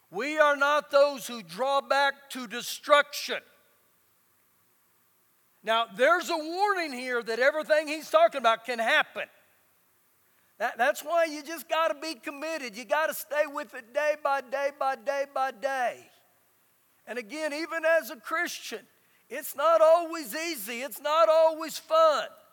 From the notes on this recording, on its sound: Recorded live during our Wednesday night service